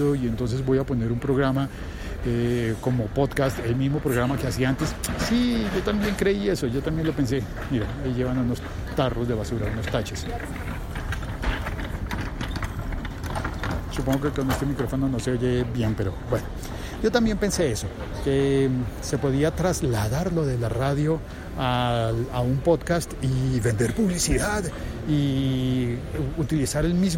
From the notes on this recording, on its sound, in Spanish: Emitido en directo desde el aeropuerto El Dorado.